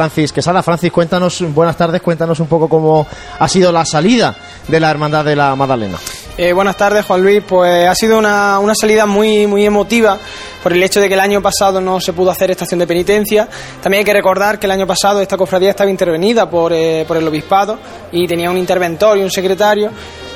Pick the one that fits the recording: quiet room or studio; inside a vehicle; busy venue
busy venue